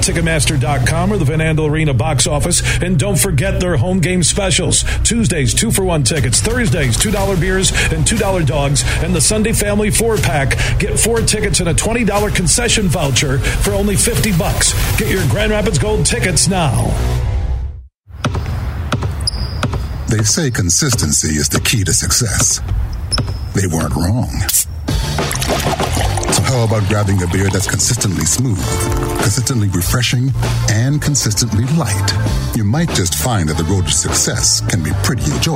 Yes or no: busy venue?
yes